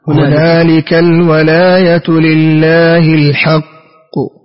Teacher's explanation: ضمة صغيرة بعد الوقوف على القاف · Term: بالروم